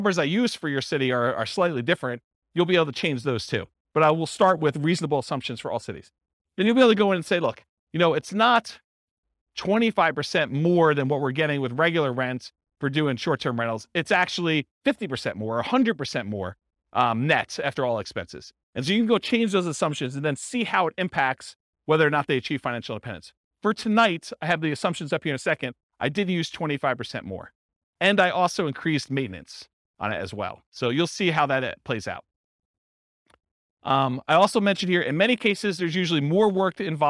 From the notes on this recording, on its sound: This was a live class recorded